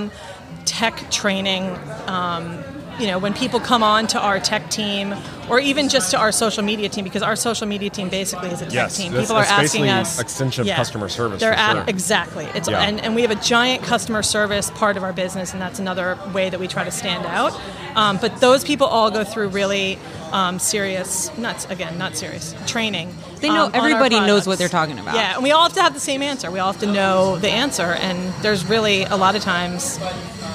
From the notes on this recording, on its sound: TotalBoat was in the Wall Control booth at HAVEN 2022.